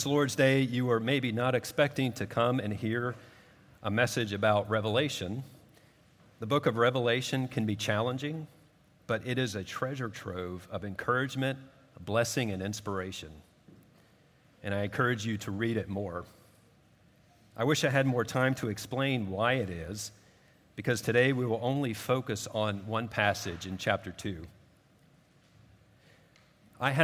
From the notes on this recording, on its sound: At Redeemer Presbyterian Church in Charleston, SC.